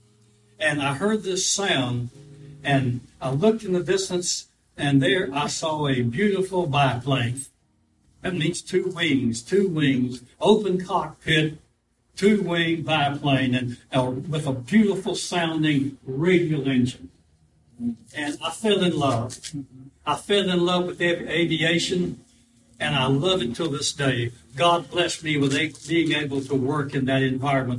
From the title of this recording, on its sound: live service